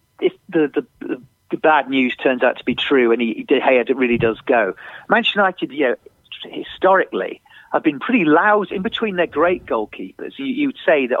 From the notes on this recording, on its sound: on the phone